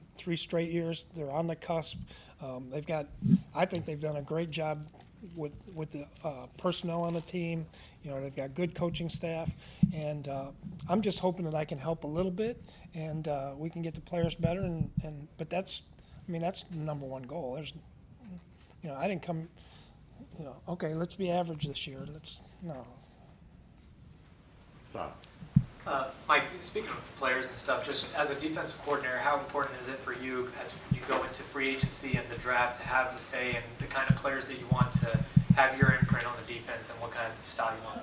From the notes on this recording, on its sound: The Dallas Cowboys hosted an introductory press conference. At the team's headquarters at The Star in Frisco.